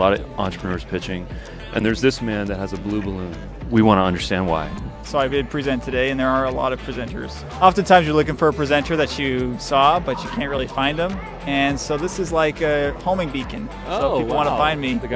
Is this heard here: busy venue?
yes